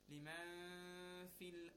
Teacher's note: it is a nasal sound and a small stretch up to two counts · Term: Ghunna